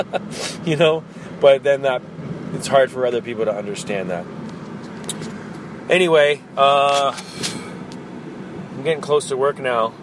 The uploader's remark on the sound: This is recorded today in the car. The only chance I had to record was in the car today, so my apologies for the audio!